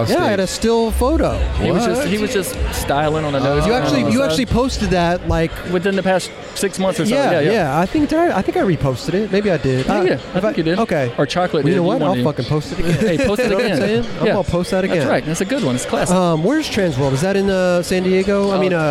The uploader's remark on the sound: We were on location at the Adidas Skate Copa Court in Los Angeles.